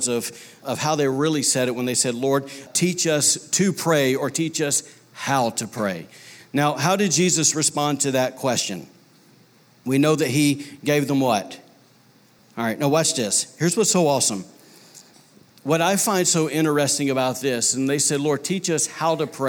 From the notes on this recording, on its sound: was recorded on Sunday, April 14, 2019, during service at The Anchor Church in Rockport, Maine.